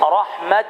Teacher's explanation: طيب التاء المفتوحة إذا وقفت عليها تقف عليها موافقا للرسم المصحفي فتقول رحمة مع همس التاء